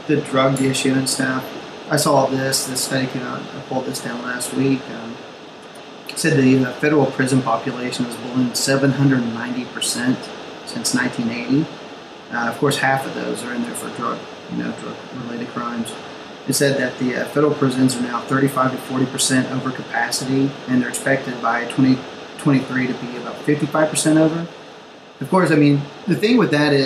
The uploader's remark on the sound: We had Major Technical Difficulties, and the sound quailty is awful.